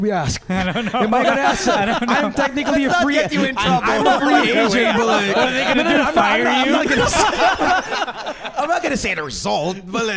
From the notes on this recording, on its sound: the live recording session at the PNA Studios